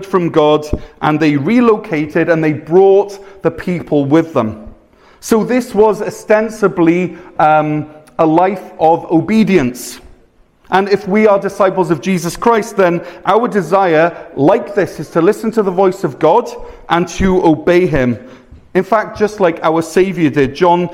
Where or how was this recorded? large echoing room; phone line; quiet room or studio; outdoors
large echoing room